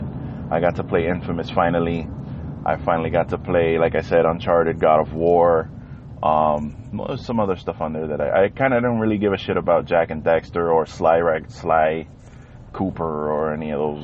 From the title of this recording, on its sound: The Everything Carcast!